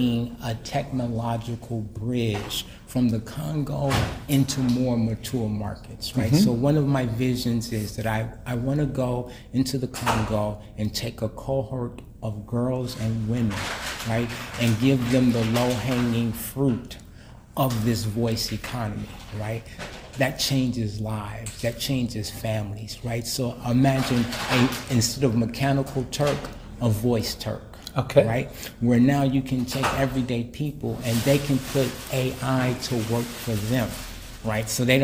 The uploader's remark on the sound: Was at the Project Voice conference in Chattanooga Tennessee. Project Voice Conference - Interviews #3.